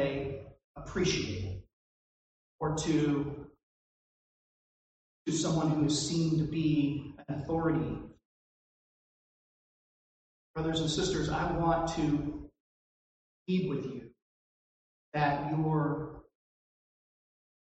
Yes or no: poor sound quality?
yes